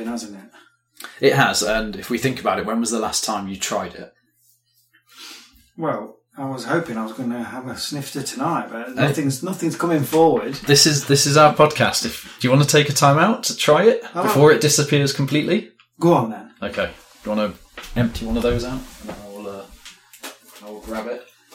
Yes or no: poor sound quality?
yes